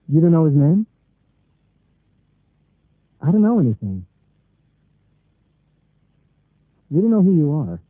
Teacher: The expression don't know is often pronounced dunno.